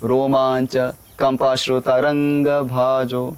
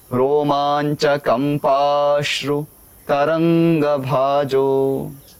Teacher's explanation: सो इसमें कोई शीघ्रता की आवश्यकता नहीं है, जो दीर्घ वर्ण है कंपा तो उसको थोड़ा खींच के फिर उसका समावेश हो सकता है · Shown in: second take